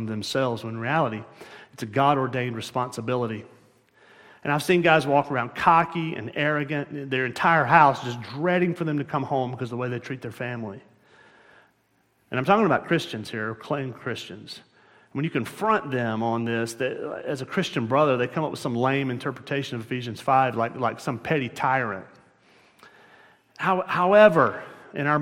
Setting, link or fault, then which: setting, large echoing room